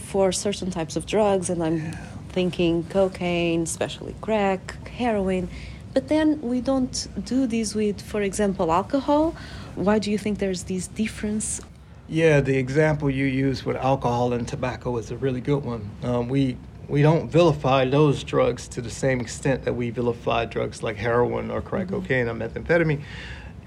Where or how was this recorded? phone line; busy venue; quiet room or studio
busy venue